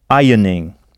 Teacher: Alors, ironing s'écrit I-R-O-N-I-N-G, mais on ne prononce pas le R.